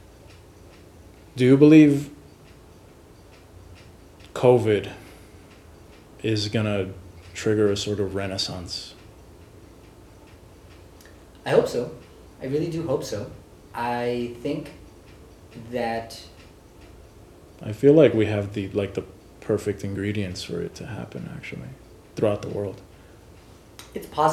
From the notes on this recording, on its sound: To the steady beat of a distant ceiling fan. The day was hot. Forgot to keep ambient noises at a minimum during recording.